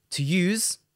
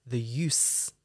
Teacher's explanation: Use, the verb to use, has the voiced z sound. And the noun, the use of something, has the unvoiced s sound.